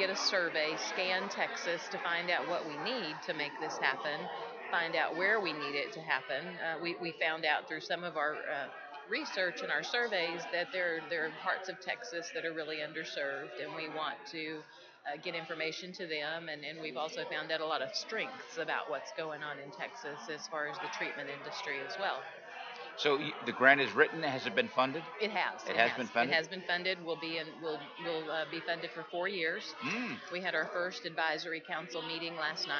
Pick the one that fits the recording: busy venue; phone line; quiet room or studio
busy venue